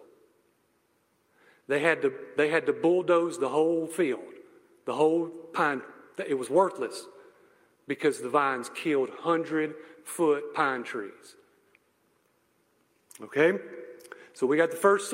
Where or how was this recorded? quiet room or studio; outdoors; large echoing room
large echoing room